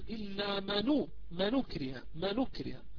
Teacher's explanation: الهمزة مضمومة نسقطها ونأخذ ضمتها ونضعها على النون فبتصير إلا منو، من أكره، من أكره.